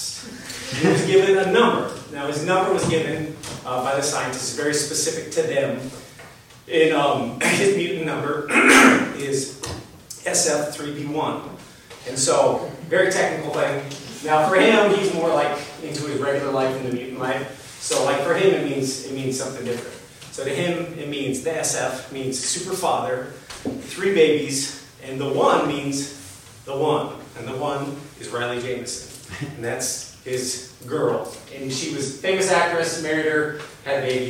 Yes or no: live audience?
yes